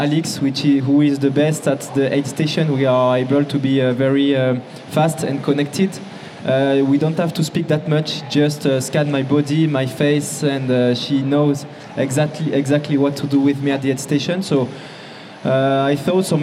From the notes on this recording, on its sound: This is the audio from our third annual pre-race live interview show from the Western States 100.